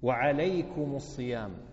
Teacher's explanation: ضابطها ضابط تحريك الميم بالضم إن كانت بعد ضمير مضموم، منكم هذا ضمير مضموم، فإذا جاءت الميم لجمع الذكور بعد ضمير مضموم، واضح أيها المكرمون؟ فالتقى ساكنان الميم والحرف الذي بعدها، فحينئذ نضم الميم وجوبا. وعليكم الصيام.